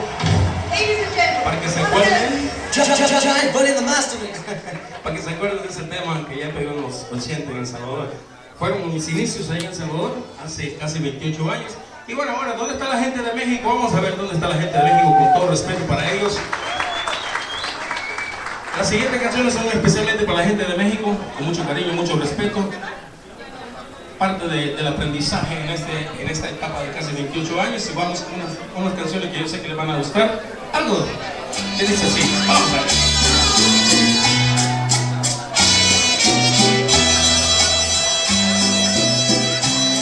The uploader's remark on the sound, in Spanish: Transmisión en vivo del doceavo aniversario de LA CARAVANA DE LA ALEGRÍA desde GUADALAJARA DE NOCHE en GARDENA, CALIFORNIA